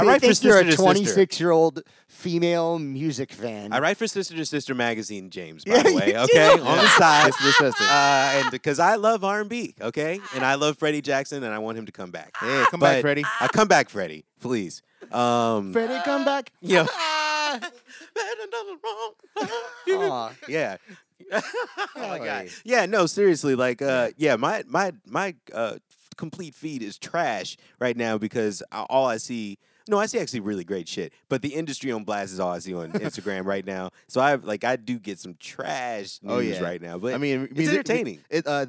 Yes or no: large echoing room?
no